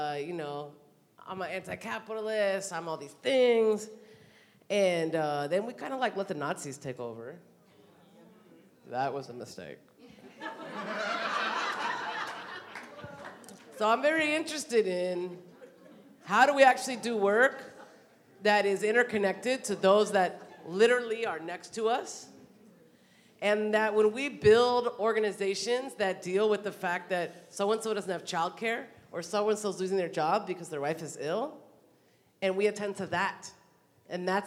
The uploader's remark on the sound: This conversation was recorded at Auburn Seminary's December 2019 Mountaintop Gathering in Oakland, CA.